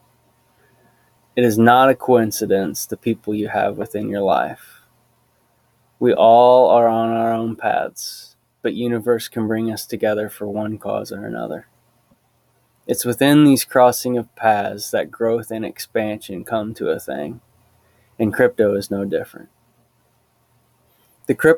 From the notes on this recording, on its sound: Deep in the heart of the Midwest, there’s something called God’s country, and it leaves a lasting impression on you. The breeze through the trees and all the birds from the state there on location to sing just for us, the setting was perfect for an uplifting event such as this. New knowledge was shared and lessons were learned at the ranch.